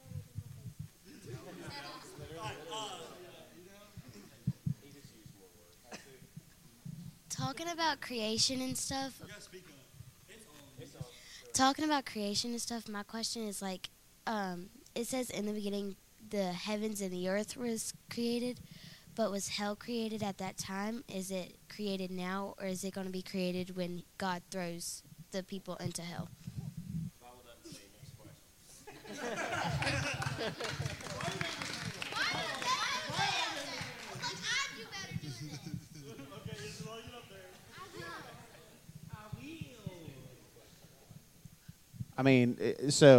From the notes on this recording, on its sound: Q&A Panel from D-Now 2022